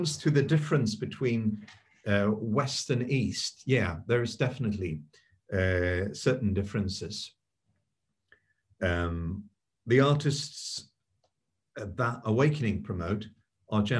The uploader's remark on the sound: This public talk was conducted online via Zoom.